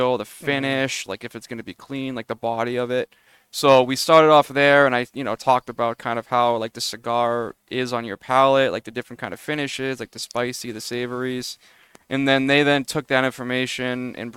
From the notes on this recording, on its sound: Recorded live from the 7-20-4 Lounge!